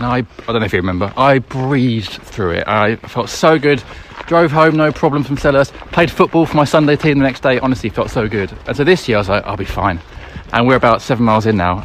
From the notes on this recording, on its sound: We're back doing the Palace For Life Marathon March, walking the streets and parks of South London to raise money for the people of South London.